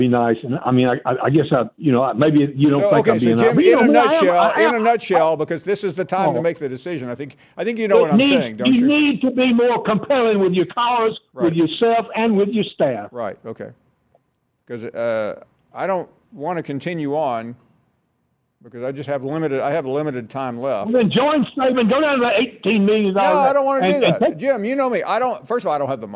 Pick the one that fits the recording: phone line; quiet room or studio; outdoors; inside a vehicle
phone line